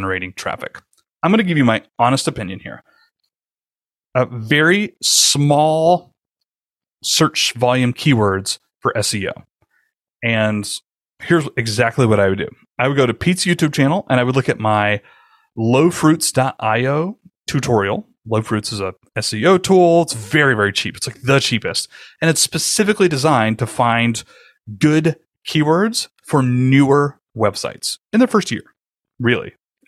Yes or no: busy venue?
no